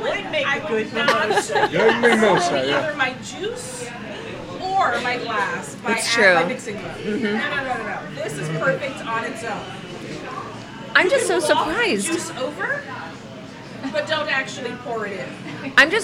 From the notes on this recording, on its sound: We traveled to Oliver's Cigar Lounge and Bar in downtown Shamokin to record this episode live!